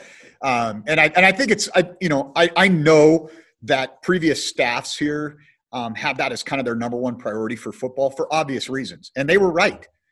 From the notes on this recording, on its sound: hosted a zoom call